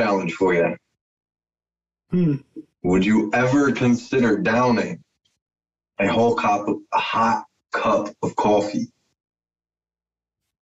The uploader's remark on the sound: In this episode we had the pleasure to zoom call one of TikToks chugging stars. This episode had a little bit of audio issues.